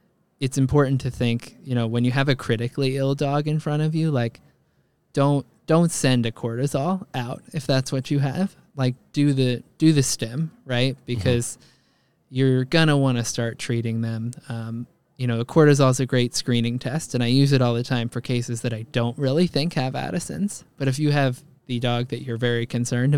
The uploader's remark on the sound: LIVE from NYVet.